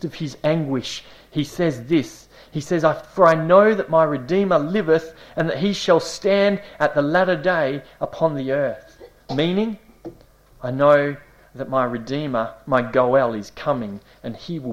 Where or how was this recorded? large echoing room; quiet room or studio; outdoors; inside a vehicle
large echoing room